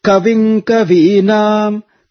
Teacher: Ka comes down. The syllable, the letter Ka, is chanted downward.